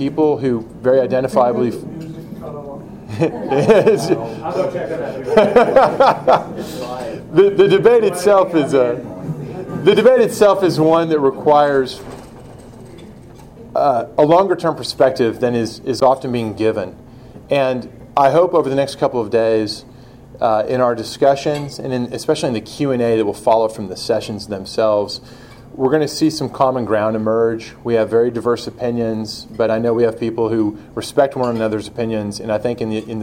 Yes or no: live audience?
yes